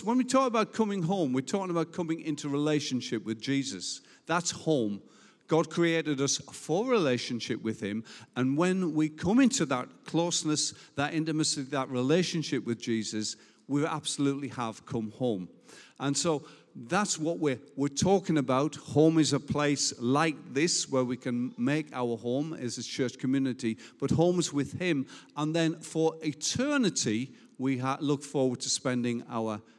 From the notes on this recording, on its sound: Recorded live at Life Church Lancashire 11th July 2021.